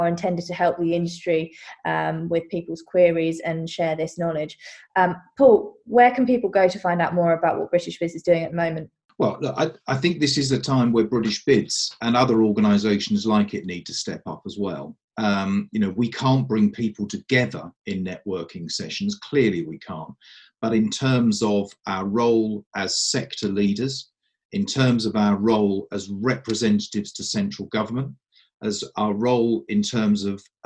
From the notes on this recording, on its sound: Forgive the audio quality, these episodes are being recorded remotely to keep everyone safe.